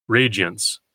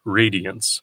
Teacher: turn this three-syllable word into a two-syllable word by eliding the IA into a Y sound · Shown in: first take · radiance instead of radiance.